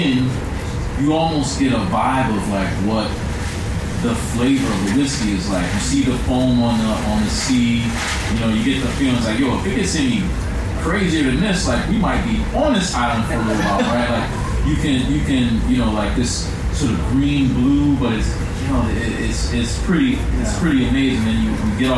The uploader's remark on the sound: Recording Live at the recent Los Angeles Comic Con